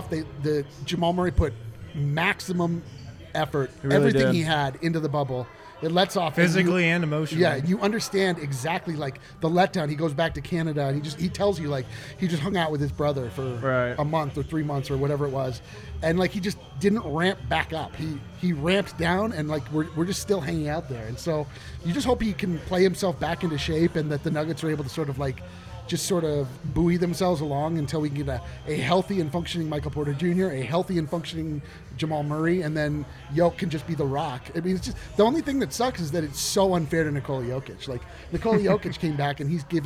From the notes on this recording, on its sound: Live from the Winner's Lounge.